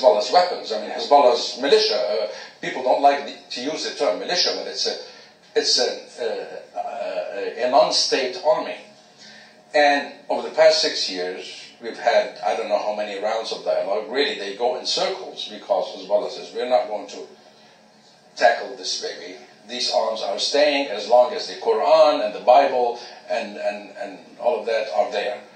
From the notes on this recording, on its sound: an audio clip by my father at a Brookings Doha Center event